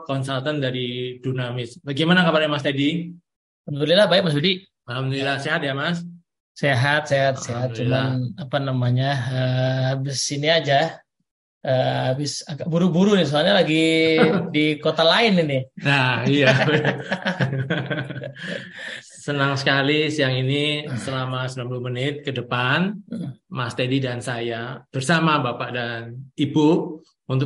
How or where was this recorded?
video call